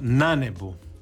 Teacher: sve takve riječi onda dobivaju naglasak i prelazi naglasak na prijedlog i tako da je ovdje pravilno na nebu.